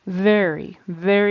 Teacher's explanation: In English, the V sound is just like the F sound. Your teeth are on your lower lip and air comes out. Only with V, your voice vibrates